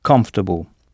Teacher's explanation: Et ici, l'ensemble C-O-M se prononce come. Et notez que O-R est à peine audible, comfortable, et que c'est la première syllabe qu'il faut frapper.